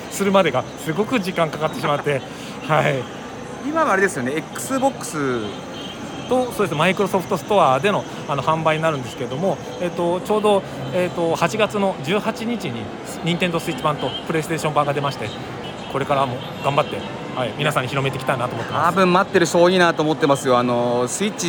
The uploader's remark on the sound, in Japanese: BitSummitの現場から